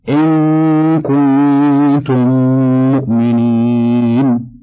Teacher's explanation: وأما إدغام المثلين الصغير فله حرف واحد أيضا وهو الميم، فإذا وقعت بعد الميم الساكنة ولا يكون ذلك إلا في كلمتين وجب إدغام الميم الساكنة في الميم المتحركة